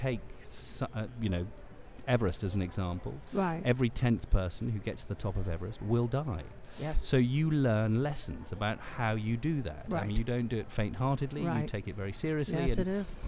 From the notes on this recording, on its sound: Live from #SageSummit on day 2. AS WE BROADCAST LIVE FROM THE SAGE SUMMIT 2015 IN NEW ORLEANS, LOUISIANA.